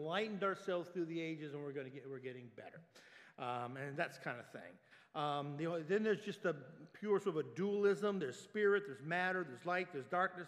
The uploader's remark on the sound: Sunday Worship Service - Live stream.